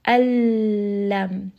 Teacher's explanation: I am not saying any of that noon, and it is not going to go up into the nose. There is no ghunna here. · We are going to completely drop this letter noon and merge that into the lam. Al-lam. So you can hear I am not saying any of that noon, and it is not going to go up into the nose. · Term: idgham without ghunna